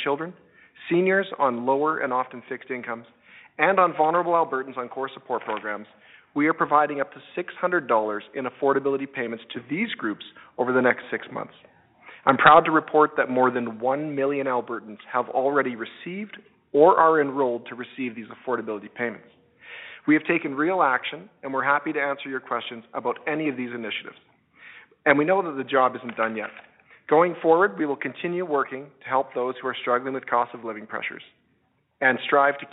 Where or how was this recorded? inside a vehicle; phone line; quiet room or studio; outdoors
phone line